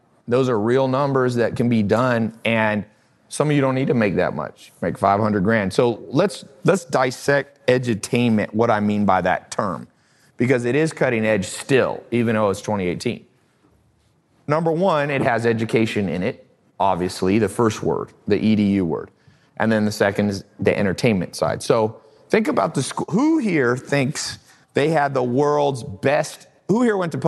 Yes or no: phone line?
no